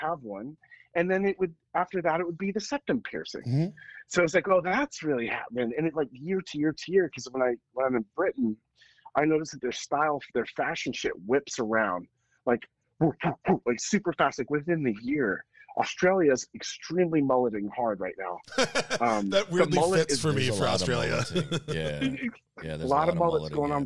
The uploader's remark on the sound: Their very first overseas, drunk-dial, phone-in episode.